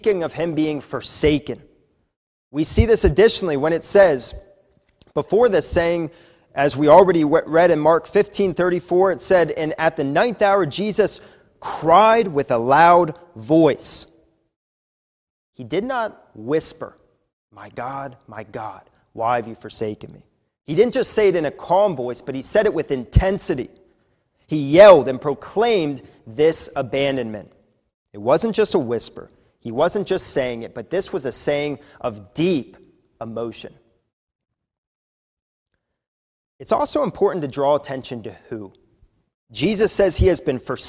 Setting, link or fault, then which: setting, large echoing room